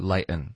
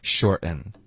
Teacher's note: t 后面接上 n 的话，通常都是喉音停顿。